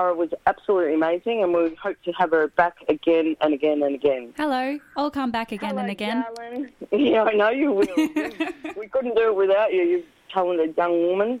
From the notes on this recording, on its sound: phones